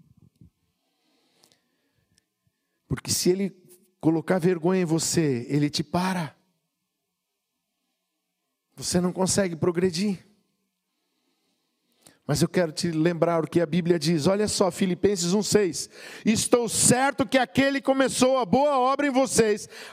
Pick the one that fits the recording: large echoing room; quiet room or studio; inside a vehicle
large echoing room